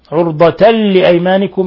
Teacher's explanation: ولا تجعلوا الله عرضة لأيمانكم، عرضة لأيمانكم، إضغام بغير غنة، تنوين فتح جاء بعده اللام أليف، إضغام بغير غنة